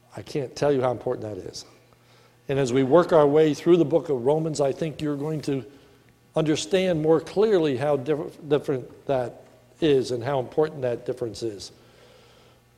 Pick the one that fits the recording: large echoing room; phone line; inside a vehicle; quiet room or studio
large echoing room